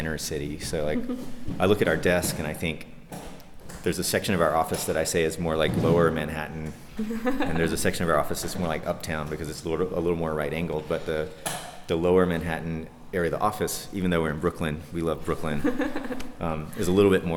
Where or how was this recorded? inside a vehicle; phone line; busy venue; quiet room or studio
busy venue